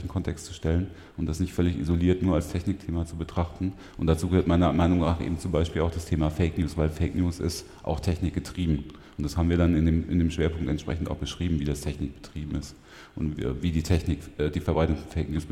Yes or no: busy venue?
yes